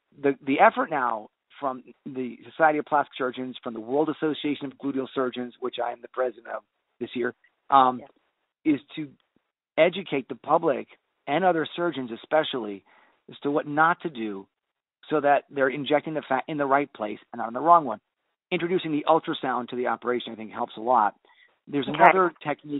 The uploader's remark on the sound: I had the opportunity to do a phone interview.